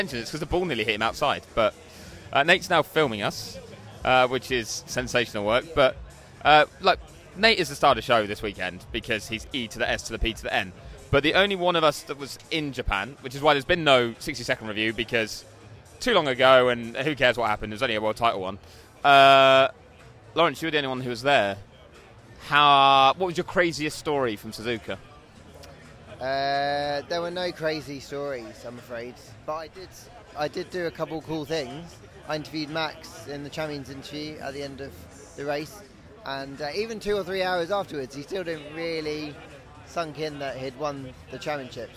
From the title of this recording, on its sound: Loud noises from an Austin bar